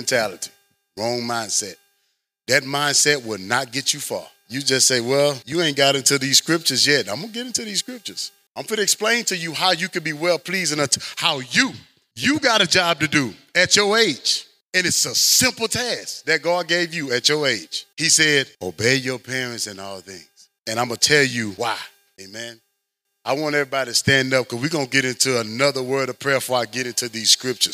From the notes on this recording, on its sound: Audio Rip from Chapel. This is the audio friendly copy of the chapel sermon.